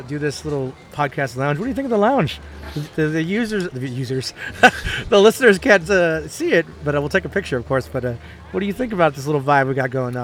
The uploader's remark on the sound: Live” From Bakersfield Comic-Con 2023